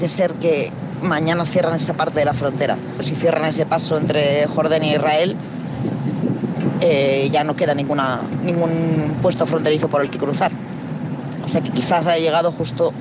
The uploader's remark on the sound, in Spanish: grabado en el terreno